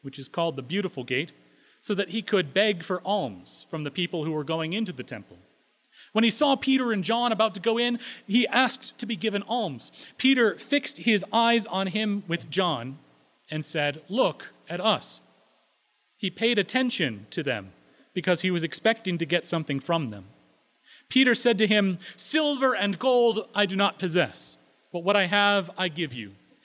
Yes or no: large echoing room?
yes